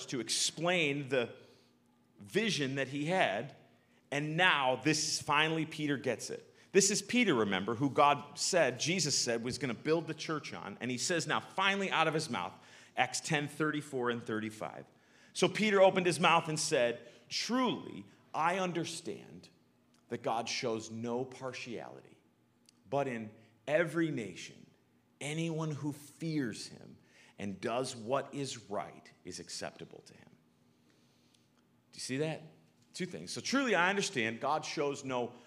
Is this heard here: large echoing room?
yes